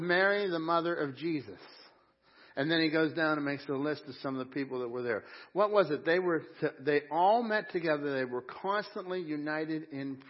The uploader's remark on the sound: Crossroad Ministries Live Service